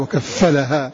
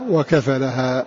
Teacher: قرأ أهل الكوفة عاصم وحمزة وكسائي بتشديد في هذه الفاء · Shown in: first take · وكفلها كما تلفظ الناظم بها، وغيرهم قرأ بتخفيفها وكفلها، وغيرهم بتخفيف وكفلها الكوفي ثقيلا.